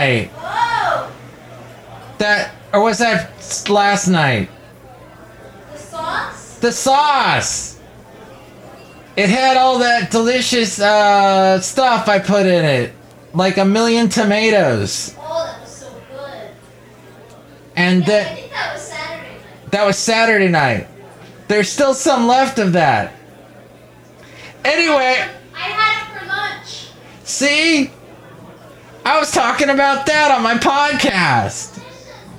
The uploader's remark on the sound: podcasts live from Café Anyway